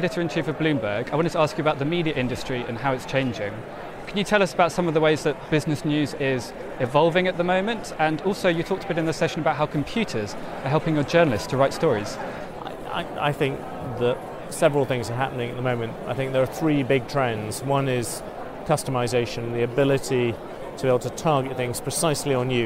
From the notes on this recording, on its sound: Interviews from NIRI's 2016 annual conference. Hear from organizers, speakers and attendees at the NIRI 2016 annual conference.